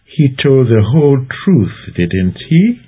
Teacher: A rising intonation on the tag. The implication is that the speaker was diffident about her assumption that someone told the whole truth.